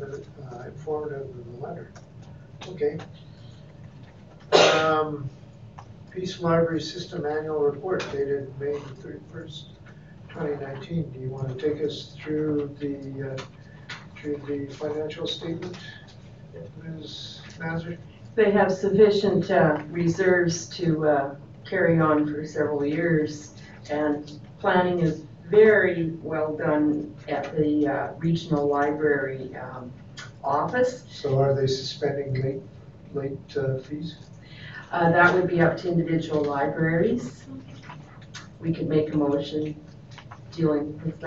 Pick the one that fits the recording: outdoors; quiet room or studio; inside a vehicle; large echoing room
large echoing room